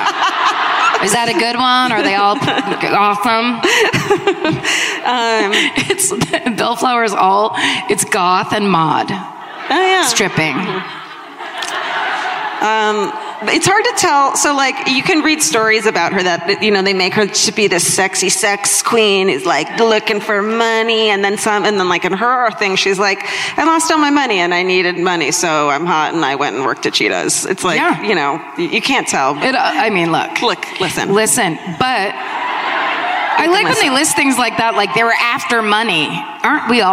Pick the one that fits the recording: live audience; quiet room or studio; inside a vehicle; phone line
live audience